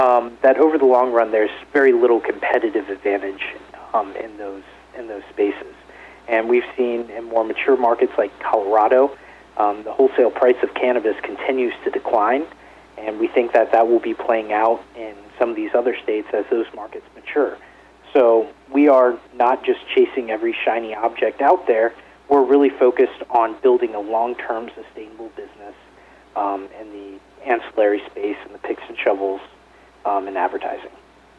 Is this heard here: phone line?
yes